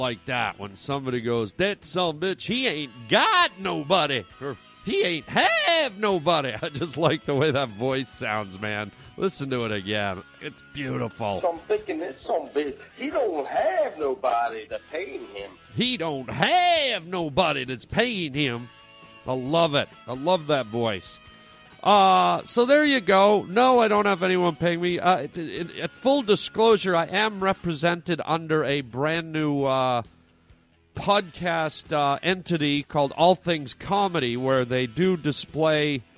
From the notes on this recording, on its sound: Phone calls from YOU guys, the Pavement Pounders! Today we play a bunch of great phone messages from some of our listeners.